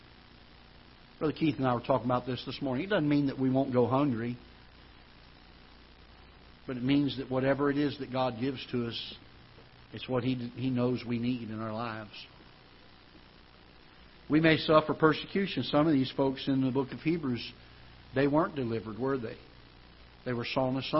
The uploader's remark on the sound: Ketha Heights Baptist Church ~ Live Broadcast